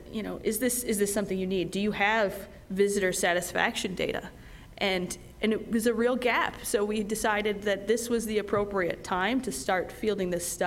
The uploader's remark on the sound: moderated a panel at the Columbus Metropolitan Club